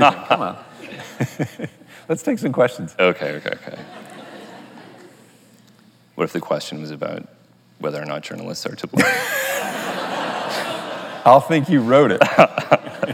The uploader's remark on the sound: recorded on May 29, 2019 in front of a live audience at New York's 92nd Street Y